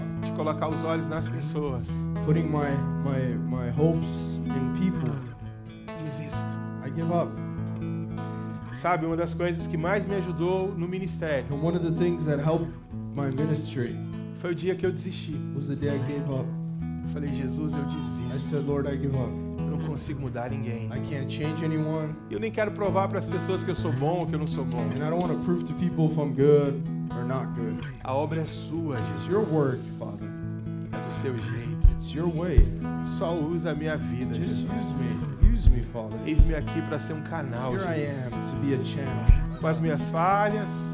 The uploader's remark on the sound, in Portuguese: Ministração gravada na igreja Videira Seattle